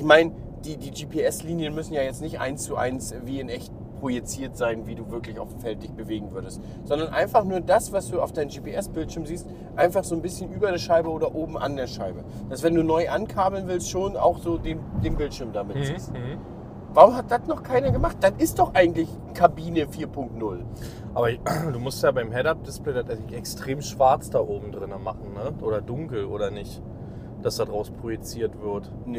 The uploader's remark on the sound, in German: auf dem Heimweg haben sie den Podcast zusammen im Auto aufgenommen